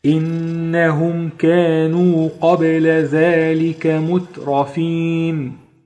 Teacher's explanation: الميم ساكنة بعدها حرف الكاف، الكاف من حروف الإظهار حكمه إظهار شفهي